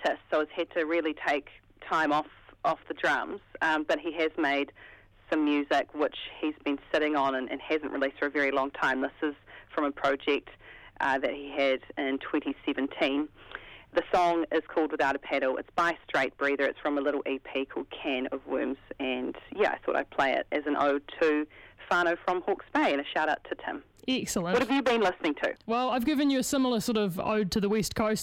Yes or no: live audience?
no